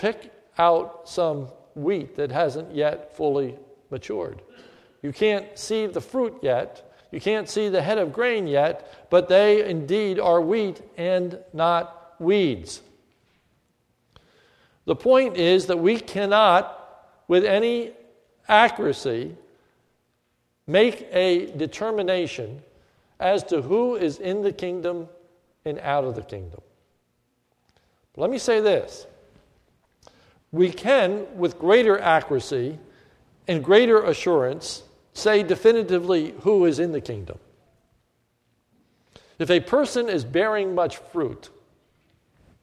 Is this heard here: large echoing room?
yes